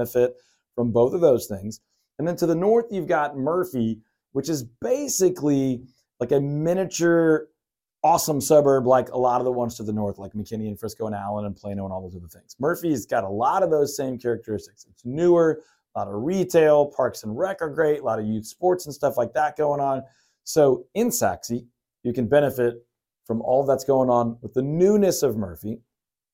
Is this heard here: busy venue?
no